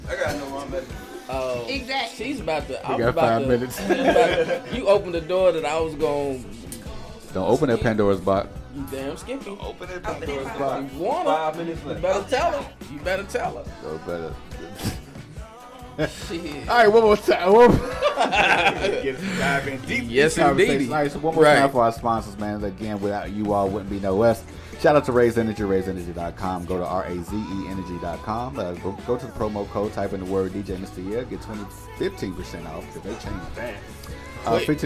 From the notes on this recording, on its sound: The 502 R&B Show LIVE from Melt_502 in Louisville, KY !